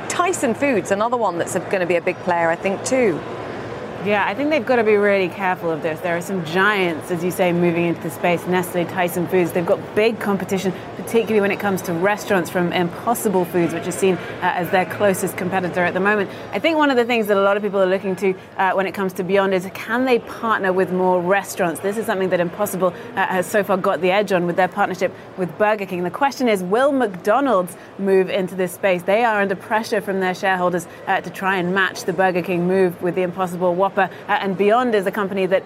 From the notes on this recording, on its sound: Live from the New York Stock Exchange.